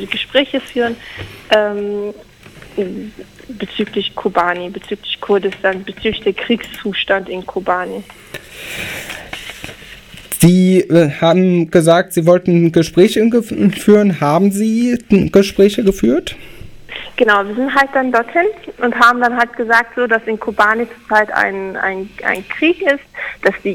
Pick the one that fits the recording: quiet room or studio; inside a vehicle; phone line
phone line